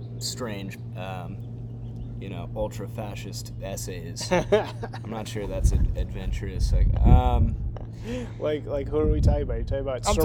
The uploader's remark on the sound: conducted outside